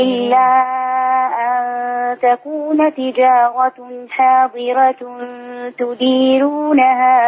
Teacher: حاضرة مش فيها راء مرققة